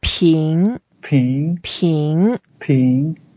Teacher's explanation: it's the second tone. So we go up